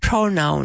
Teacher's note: You have the emphasis at the beginning